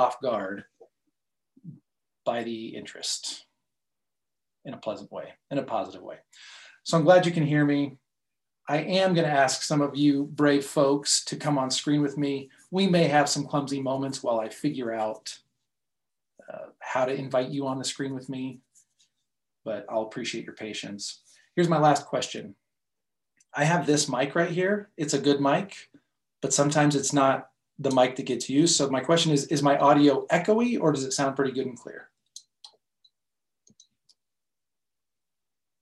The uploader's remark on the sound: In this live session I invited three different people to join me on the call